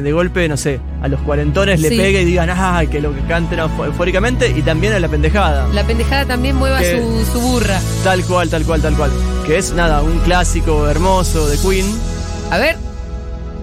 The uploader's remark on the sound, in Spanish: en vivo manijeando la FIESTA FERVOR | #Segurola